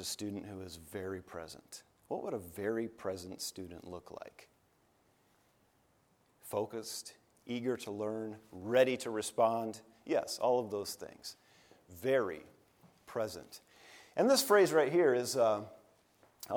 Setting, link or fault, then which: setting, large echoing room